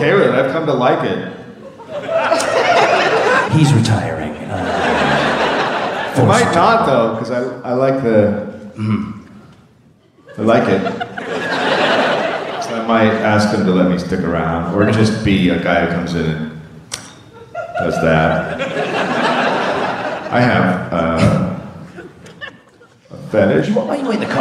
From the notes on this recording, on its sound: Live in Chicago. Recorded live at The Anthenaeum in Chicago, Illinois.